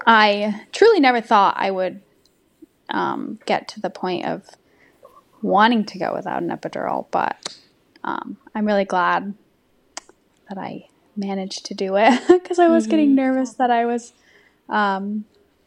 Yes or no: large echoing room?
no